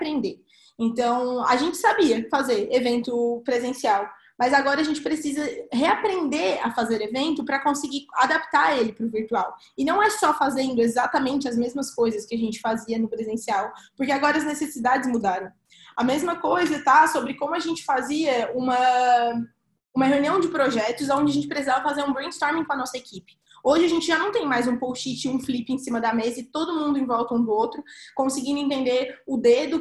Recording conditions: video call